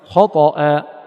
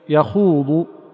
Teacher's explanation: فإن تفخيم حرف الخاء في كلمة خطأ ينبغي أن يكون أقوى من تفخيمه في كلمة يخوض